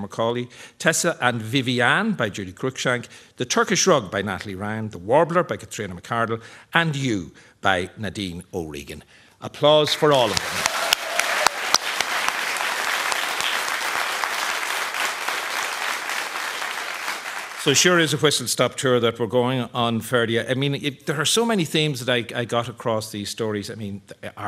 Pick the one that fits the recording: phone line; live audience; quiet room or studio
live audience